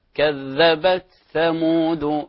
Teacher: فعلى رواية حفص هنا التاء تظهر وهي همس